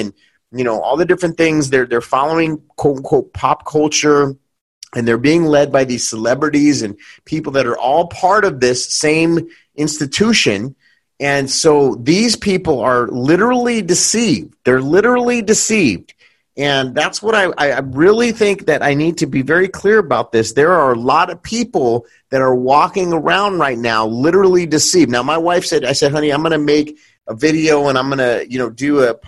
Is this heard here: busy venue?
no